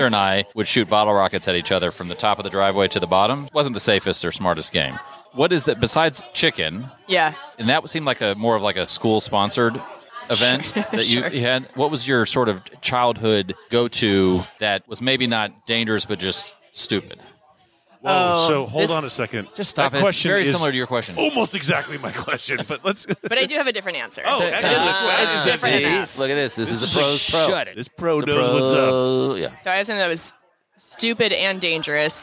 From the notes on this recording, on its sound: Recorded Live at the Punchline Comedy Club.